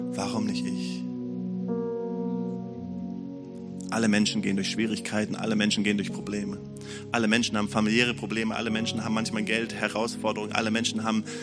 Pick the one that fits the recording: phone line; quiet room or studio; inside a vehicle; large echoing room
large echoing room